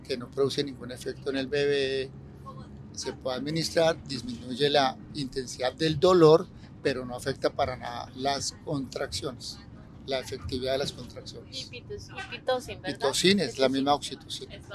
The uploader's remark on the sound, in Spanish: Este episodio fue grabado en un bus en Bali, Indonesia mientras se transportaban a un templo para meditar.